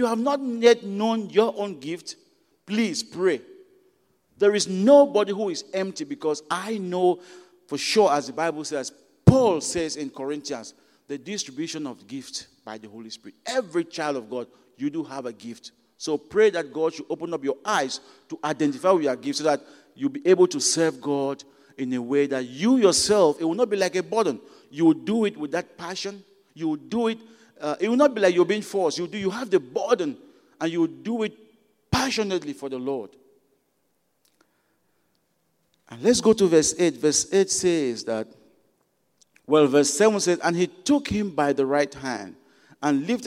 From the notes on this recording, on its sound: at Broadway Baptist Church, Lexington, Kentucky